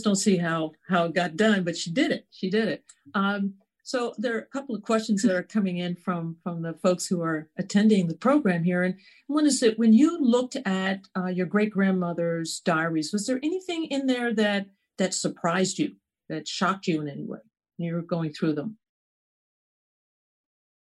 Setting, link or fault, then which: link, video call